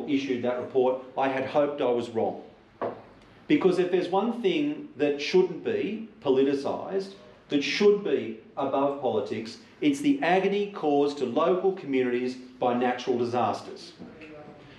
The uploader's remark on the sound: Recorded at the Family Hotel, 15 Parke St, Katoomba on 18th March 2023. Politics in the Pub - Money to Burn was recorded at the Family Hotel, 15 Parke St, Katoomba.